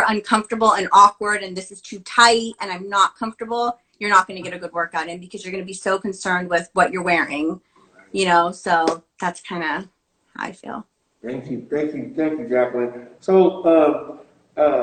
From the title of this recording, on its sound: Instagram Live Interview with ….